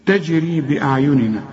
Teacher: الجيم اللي عليها السكون لازم تقلقل